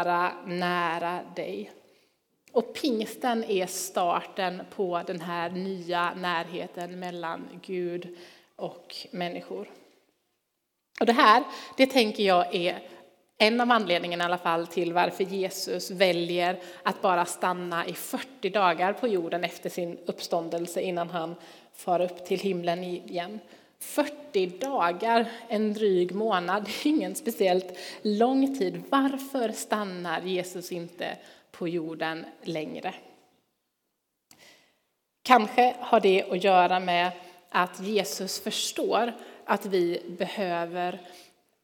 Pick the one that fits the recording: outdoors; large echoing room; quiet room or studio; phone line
large echoing room